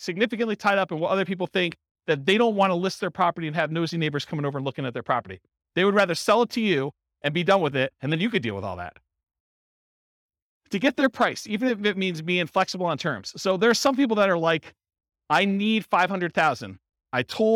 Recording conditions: live audience